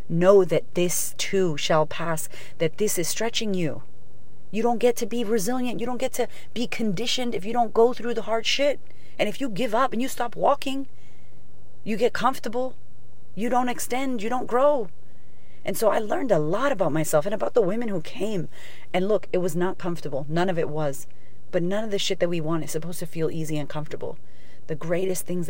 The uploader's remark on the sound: Today's episode is live from my car